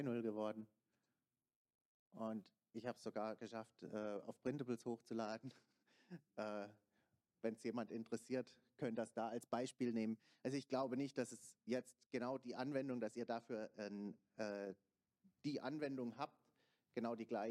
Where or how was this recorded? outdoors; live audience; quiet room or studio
live audience